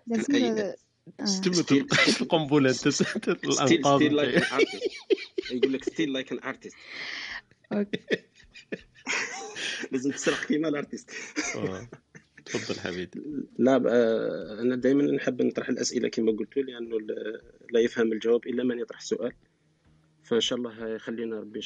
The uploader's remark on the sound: This was recorded on ClubHouse